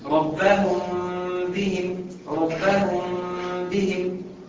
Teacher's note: إخفاء يعني هيسيب فرجة في الشفة، خلاص فرجة صغيرة، وبدام في إخفاء يبقى فيه غنى مقدار حركتين، يبقى أنت إزاي كده مش كله؟